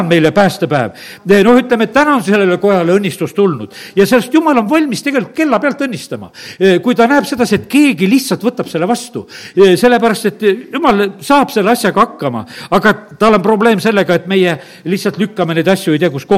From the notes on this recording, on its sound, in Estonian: Audio salvestus koosolekult